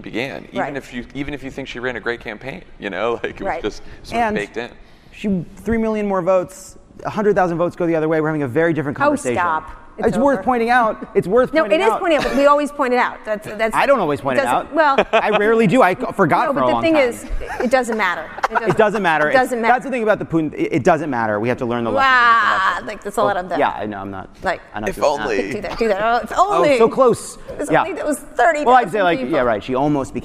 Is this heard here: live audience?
yes